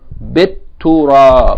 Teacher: you don't pronounce the lam, right? You pronounce the sun letter doubled. So that means the shadda should be on the ta of turab, not on the lam.